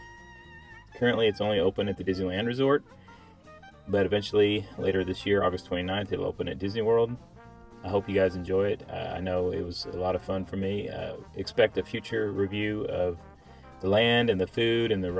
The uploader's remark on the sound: Disneyland. This episode is the audio from a special Q&A with Imagineering during a media preview of the new land.